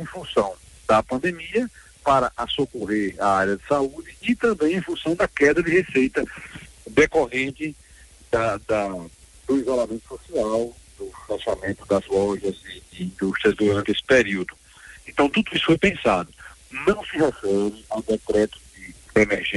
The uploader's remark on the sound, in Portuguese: Concedeu entrevista por telefone à Rádio Liberdade FM, no programa Espaço Livre.